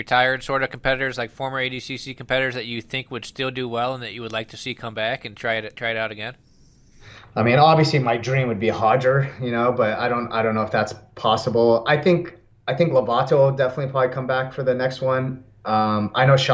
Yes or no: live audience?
no